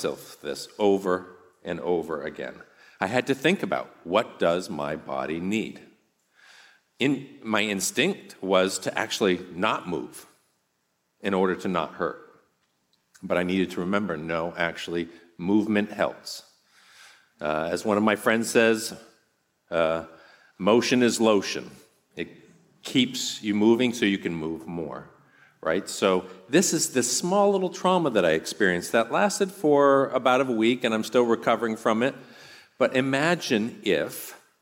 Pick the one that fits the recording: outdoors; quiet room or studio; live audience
live audience